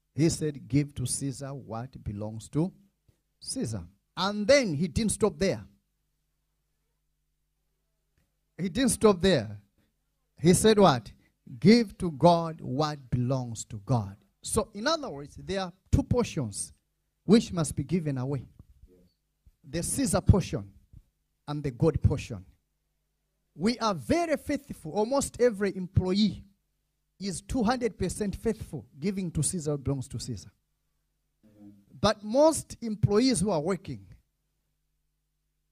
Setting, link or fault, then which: setting, large echoing room